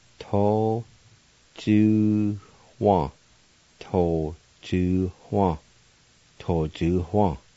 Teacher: At the very end, right after the U, between the W, there'll be a faint H sound.